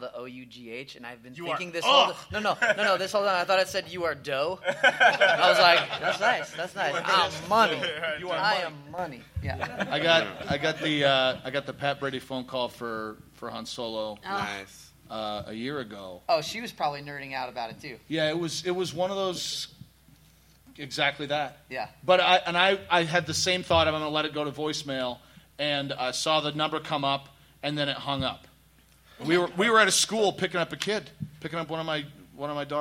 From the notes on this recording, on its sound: Recorded LIVE at Stan Lee's LA Comicon. With live Q&A.